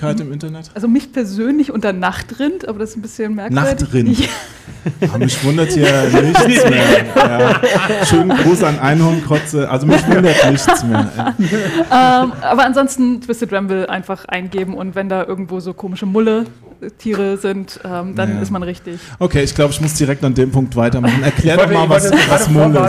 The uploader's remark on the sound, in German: Aufgezeichnet haben wir die Folge als Livestream auf dem Indie Game Fest in Köln. Mit dabei sind ein Besucher, einer der Veranstalter und eine Entwicklerin.